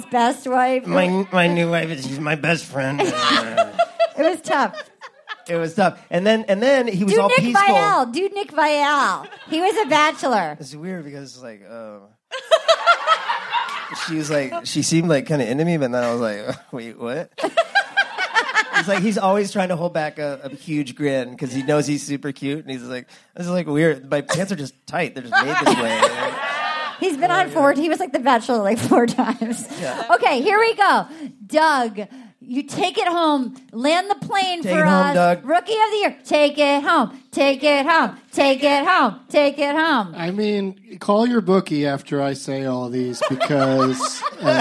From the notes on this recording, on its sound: LIVE AT DYNASTY TYPEWRITER BACHELORETTE DRAFT PICKS 2021! Our hybrid live/ livestream Bachelorette 2021 Draft Picks.